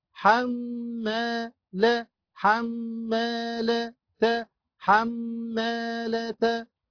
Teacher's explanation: ميم شدة وفتحة بغن حركتين. حما ألف مد طبيعي حركتان.